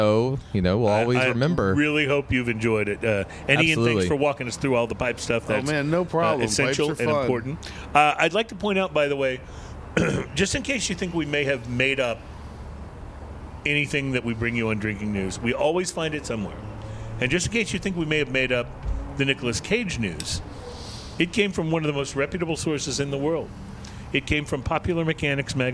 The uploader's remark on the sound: Live at the Railyard in Houston for this year's Pipe Show!